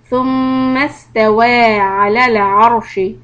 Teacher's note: the raw sukun is heavy because it is preceded by a fatha